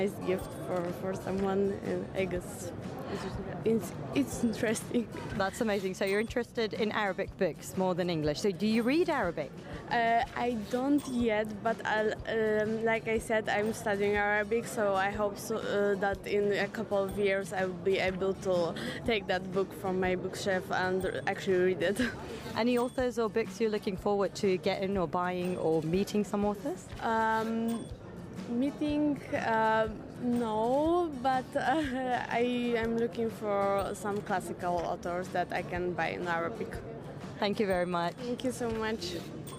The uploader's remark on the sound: Live from SIBF 2023